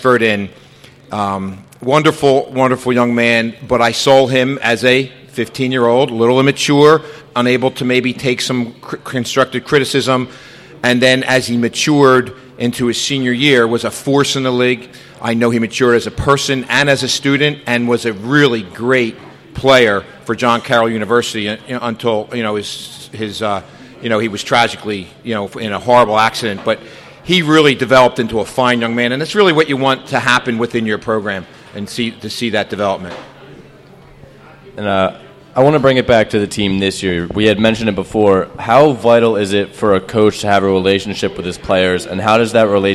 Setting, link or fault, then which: setting, busy venue